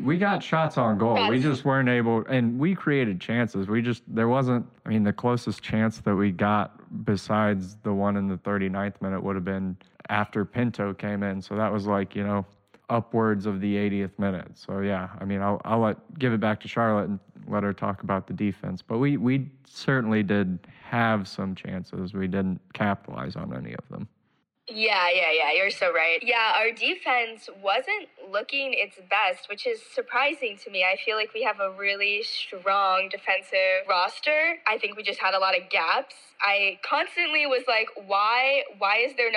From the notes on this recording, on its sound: We have a first episode doing a call in set up